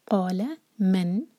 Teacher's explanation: قولا مطلب ہوتا ہے ایک بندے نے کہا، اور اگر ہم لا کو لمبا کر دیں گے تو یہ ہوگا کہ دو لوگوں نے کہا، تو یہ بہت غلط بات ہو جائے گی. انشاءاللہ خیال سے لا ایک حرکہ، قا دو حرکہ